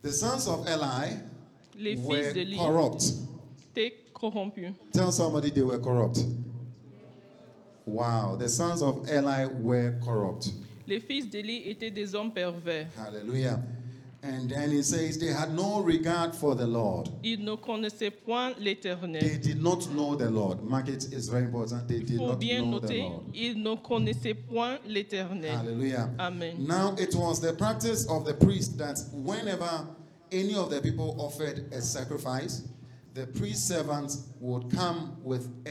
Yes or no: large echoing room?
yes